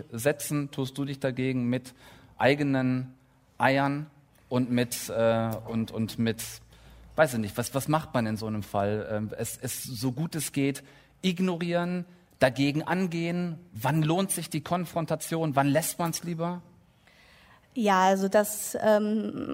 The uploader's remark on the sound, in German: Eine Stunde Film war live - beim Deutschlandfunk Nova Podcast-Festival 2020. Zum ersten Mal überhaupt haben wir die Sendung vor Publikum aufgezeichnet, in der Urania in Berlin.